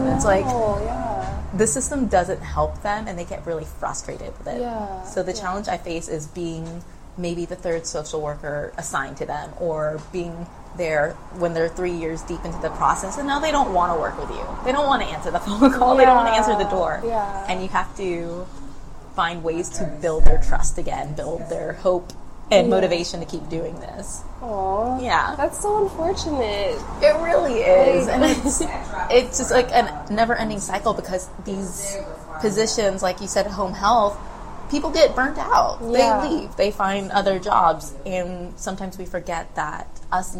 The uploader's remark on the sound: Recorded at Boomtown Coffee, Houston Heights.